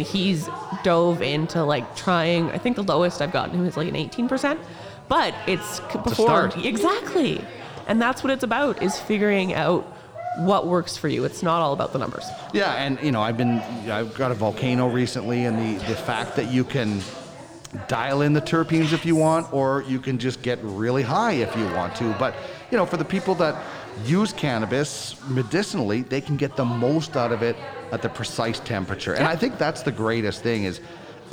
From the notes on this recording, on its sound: ArgyllPlaza. At Spiritleaf Argyll in Edmonton as the Spiritleaf Bus Tour is one and we’re on location.